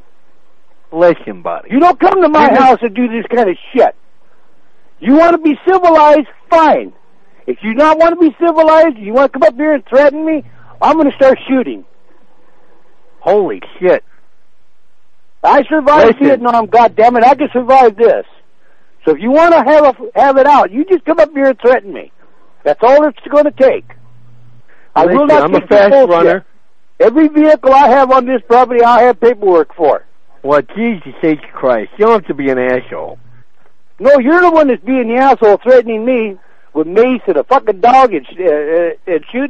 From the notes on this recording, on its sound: …'s Personal Prank Phone Calls Collection.